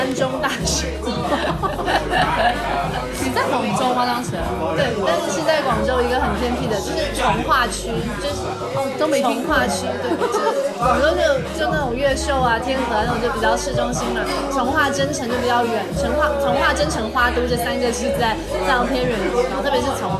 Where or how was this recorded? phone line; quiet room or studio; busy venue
busy venue